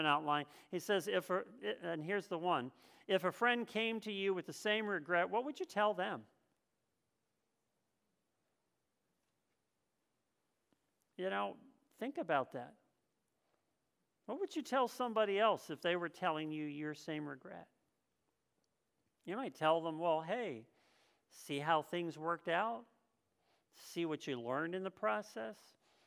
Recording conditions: large echoing room